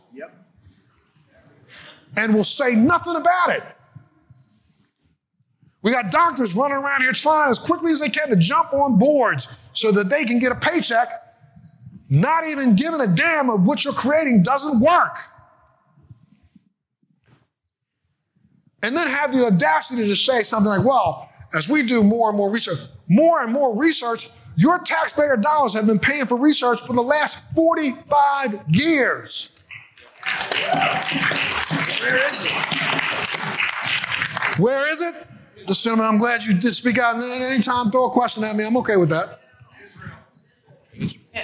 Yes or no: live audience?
yes